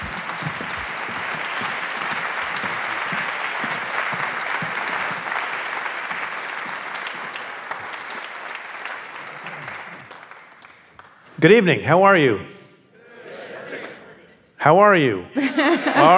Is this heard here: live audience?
yes